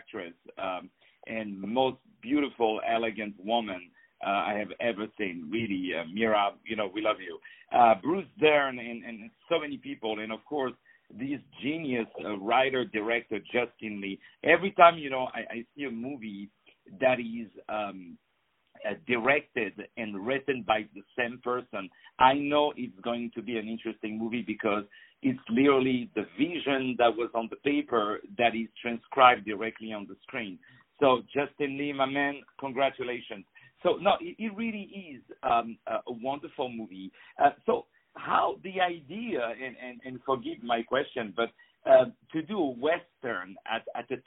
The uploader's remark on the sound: On the phone